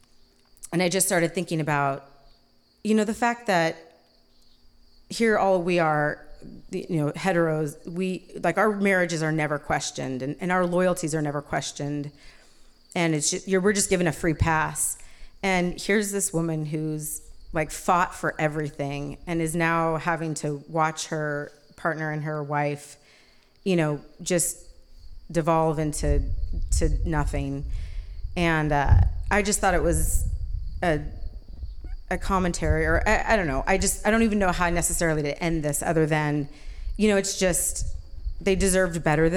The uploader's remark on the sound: Told live on stage and without notes.